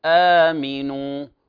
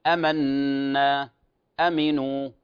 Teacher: فلاحظوا كلمة آمنا فتمد بمقدار حركتين · Shown in: first take · Term: مد بدل